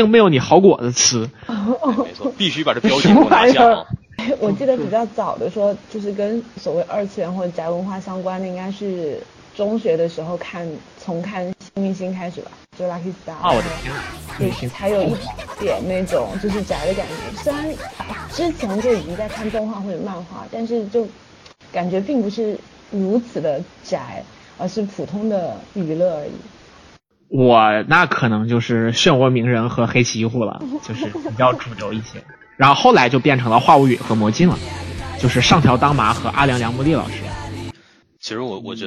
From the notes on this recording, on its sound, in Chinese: 这也是我们第一次远程录制。